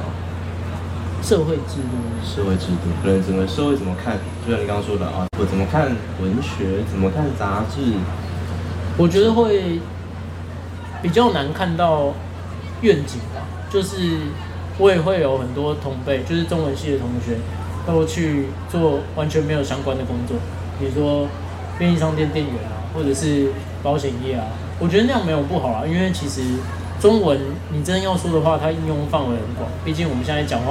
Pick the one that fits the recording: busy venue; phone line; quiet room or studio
busy venue